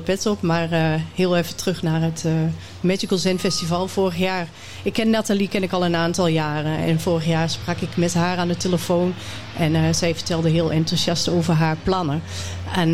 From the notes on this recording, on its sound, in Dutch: In deze bijzondere aflevering, live opgenomen tijdens het Magical Zen Festival